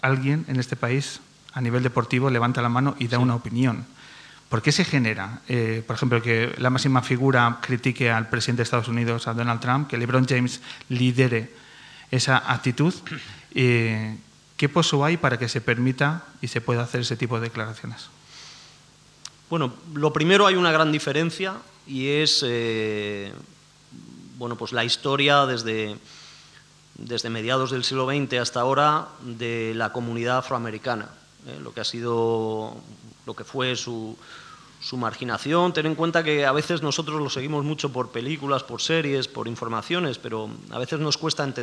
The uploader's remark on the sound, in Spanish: En nuestra nueva casa, el Teatro del Barrio, y con la presencia de público en directo